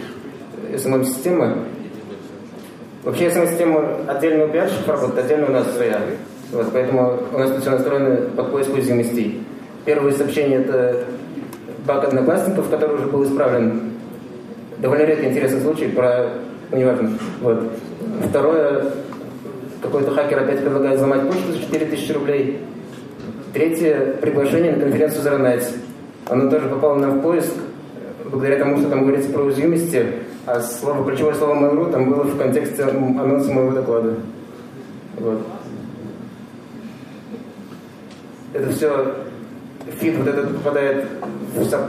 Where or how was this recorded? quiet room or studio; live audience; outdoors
live audience